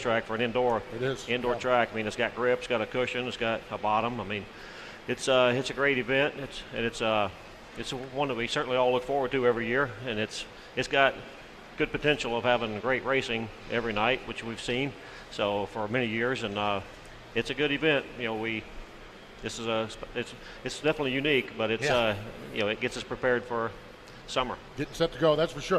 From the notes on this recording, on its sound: Live at the 2019 Chili Bowl Nationals in Tulsa, OK., talking to drivers and fans about tonight's festivities.